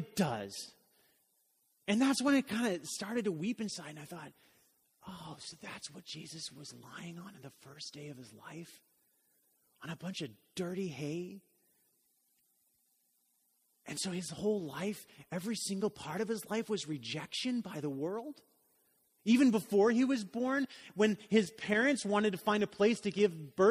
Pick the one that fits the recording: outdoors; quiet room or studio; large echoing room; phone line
large echoing room